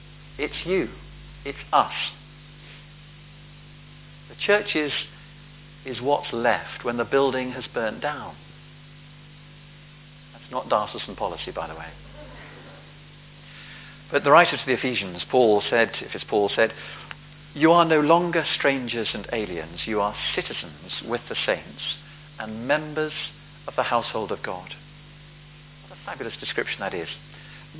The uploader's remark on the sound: Palm Sunday Rededication of St James Finchampstead. A recording of the sermon given by the Bishop of Oxford. At a service to rededicate St James' following the restoration and conservation work.